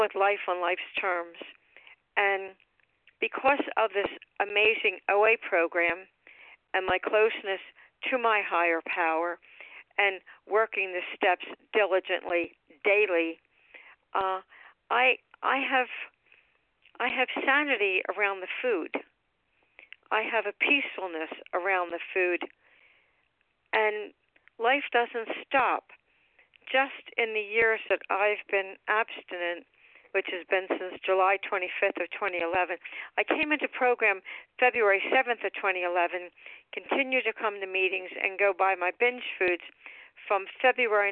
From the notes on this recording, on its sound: 100 Pounders Phone Meeting